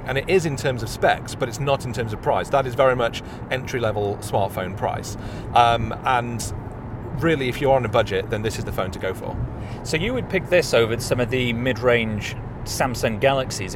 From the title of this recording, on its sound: Live From The Southbound M1 In a Blizzard